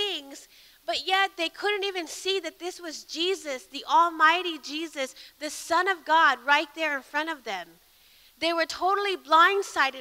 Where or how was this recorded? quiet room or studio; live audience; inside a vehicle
live audience